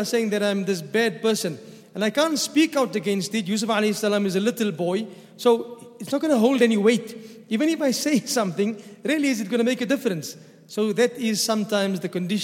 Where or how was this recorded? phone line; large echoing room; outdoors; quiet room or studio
large echoing room